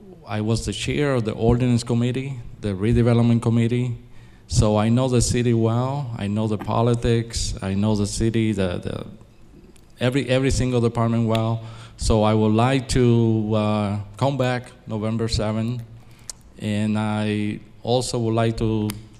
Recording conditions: busy venue